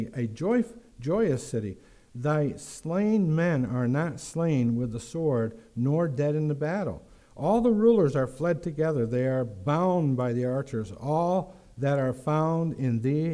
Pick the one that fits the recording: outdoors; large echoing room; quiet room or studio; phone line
large echoing room